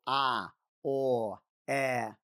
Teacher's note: Гласные звуки, наоборот, появляются из-за того, что воздух проходит через мой рот неограниченно. Когда я говорю «а», «о», поток воздуха не ограничен моим ртом.